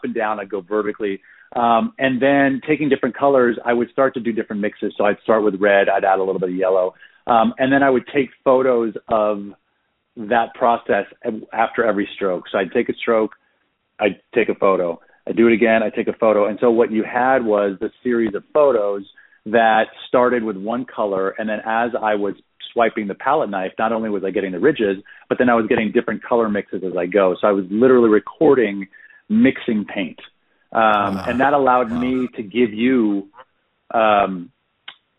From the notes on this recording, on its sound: included 2 live-recorded phone calls with the designers on the project